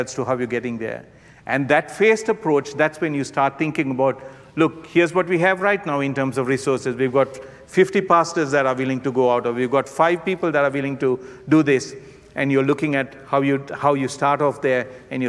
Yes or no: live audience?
yes